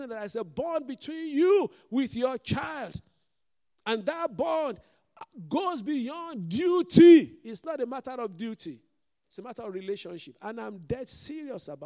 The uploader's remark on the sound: This Sunday Service message preached. Fountain of Love, RCCG Aberdeen, UK.